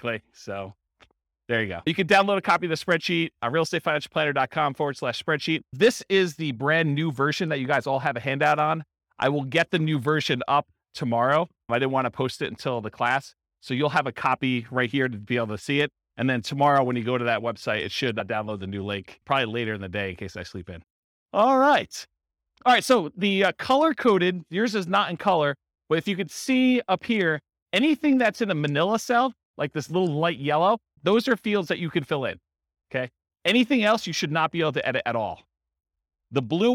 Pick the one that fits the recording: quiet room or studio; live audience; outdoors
live audience